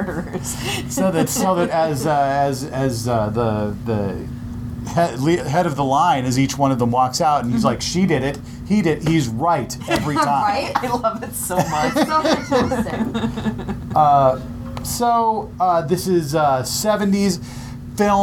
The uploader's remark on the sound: Our episode was recorded live at the Trylon theater in Minneapolis.